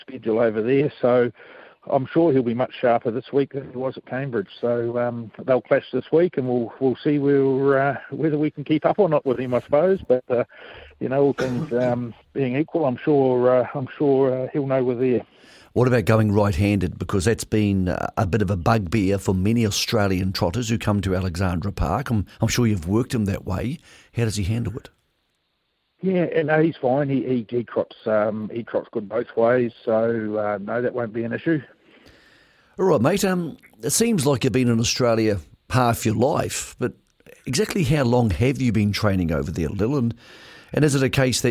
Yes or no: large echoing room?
no